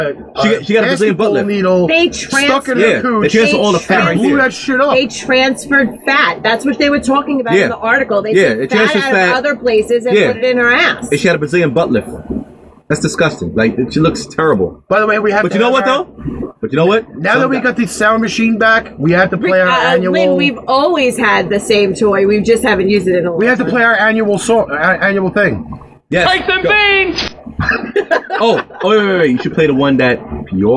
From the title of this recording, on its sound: TECHNICAL DIFFICULTIES!!!!!